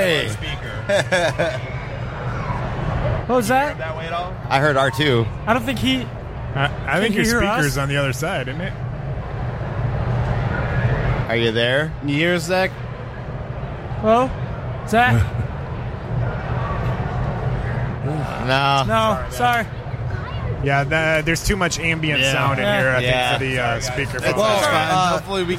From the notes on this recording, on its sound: Live From Motor City Comic Con.